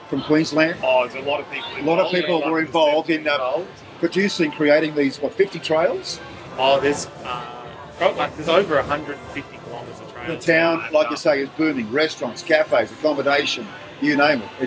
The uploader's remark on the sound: We're live again from the Hilton Adelaide and the 2024 Tour Down Under.